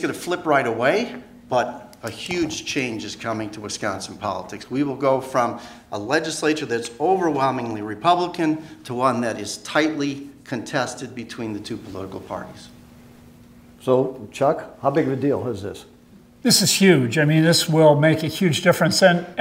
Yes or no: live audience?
yes